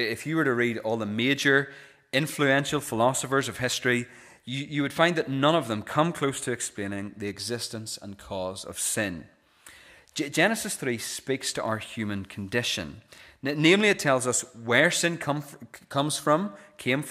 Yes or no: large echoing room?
yes